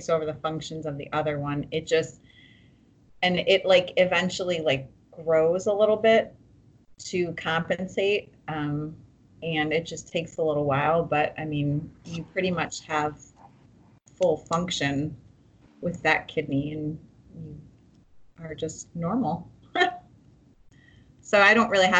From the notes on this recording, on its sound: Technical difficulties galore in this one.